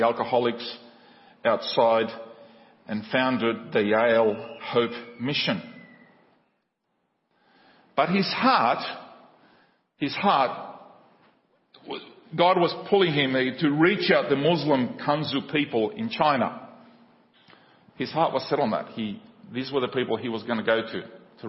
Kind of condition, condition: setting, large echoing room